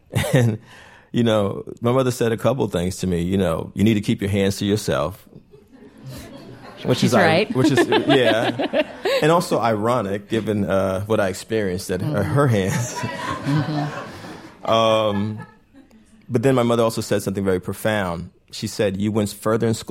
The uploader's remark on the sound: Taped before a live audience in New York.